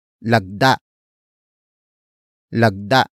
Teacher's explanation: And then we add the an suffix, since the root word ends with a vowel that has a glottal stop